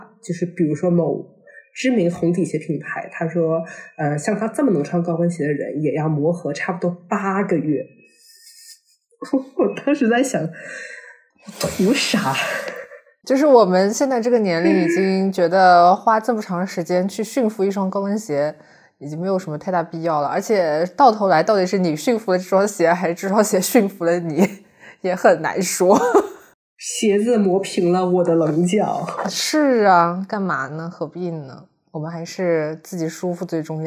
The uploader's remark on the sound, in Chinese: 生病了嗓子哑了，录音背景也难以降噪